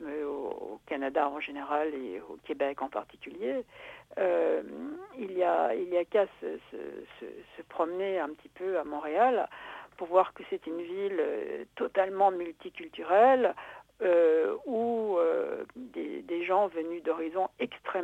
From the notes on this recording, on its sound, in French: Au combiné du téléphone de Radio Campus Paris. La matinale reçoit dans son studio.